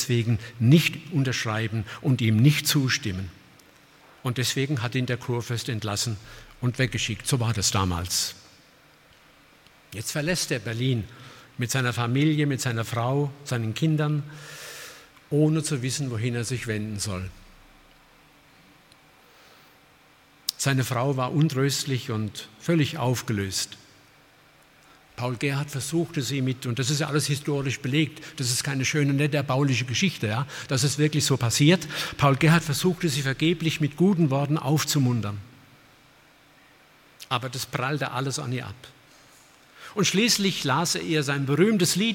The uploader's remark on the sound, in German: aus dem Gottesdienst der Liebenzeller Mission